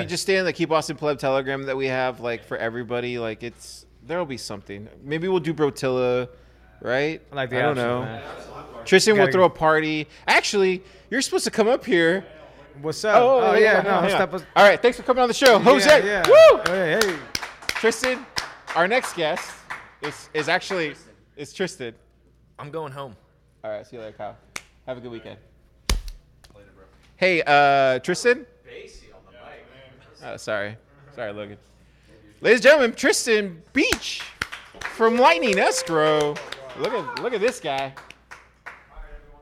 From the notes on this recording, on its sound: Pleb Broadcasting Service was broadcasted from Austin, Texas on July 29th in front of a live Pleb audience.